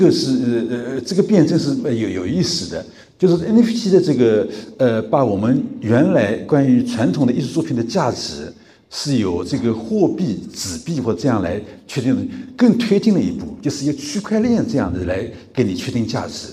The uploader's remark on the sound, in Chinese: 本期播客是艺仓美术馆的公教对谈现场实录。